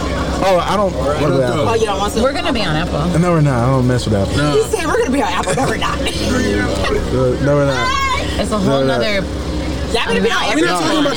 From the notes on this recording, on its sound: The Guess What Crew and affiliated network are live once again, checking out and supporting the local community and Vegan Food Vendors at a FOOD TRUCK FRIDAY event in the Phoenix Valley area.